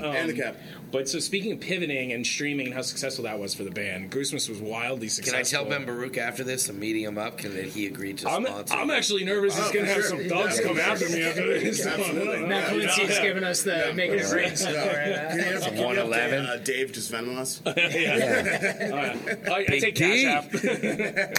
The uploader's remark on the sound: Recorded backstage at Mohegan Sun Arena before Goosemas 8!